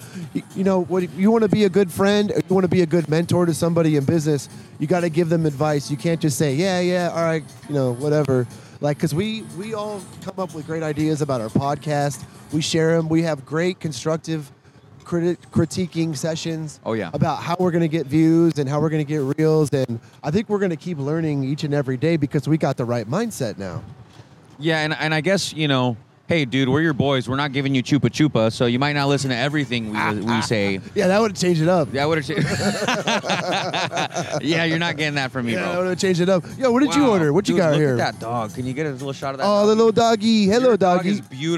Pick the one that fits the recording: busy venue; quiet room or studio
busy venue